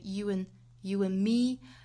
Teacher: you 跟 and 连读，我们加一个小小的 w，然后 and 这个词要弱读哈